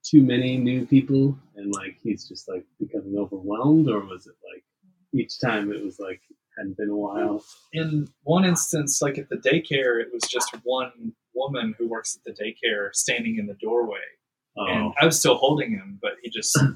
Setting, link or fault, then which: fault, poor sound quality